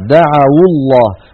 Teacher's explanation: دعوا الله، عفوا دعوا الله، دعوا هذه واو جماعة وليست واو جماعة، دخلت على فعل دعا فصار عندنا واو ساكنة مفتوح ما قبلها يعني حرف لين دعوا، فلما التقت مع الساكن بعدها حركت الواو بالضم فصارت دعوا الله.